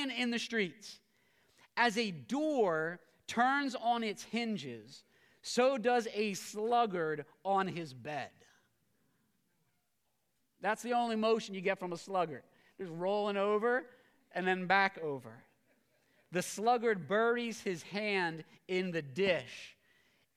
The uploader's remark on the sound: preached this sermon at Covenant Fellowship Church on February 12, 2023